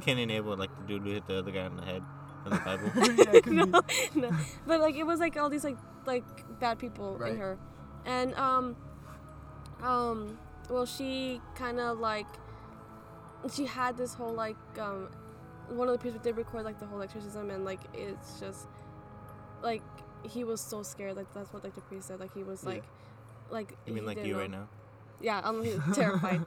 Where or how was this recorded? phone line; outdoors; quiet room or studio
outdoors